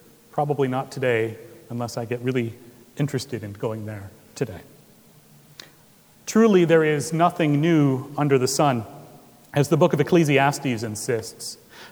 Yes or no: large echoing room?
yes